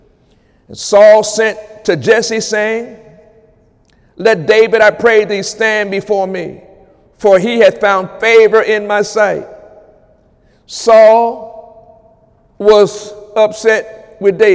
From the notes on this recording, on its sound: During Wednesday night service